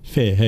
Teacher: في قوله تعالى يوم ينفخ، الفاء مرققة، فلا نقول يوم ينفخ، لا لابد من ترقيق الفاء، فاء هكذا.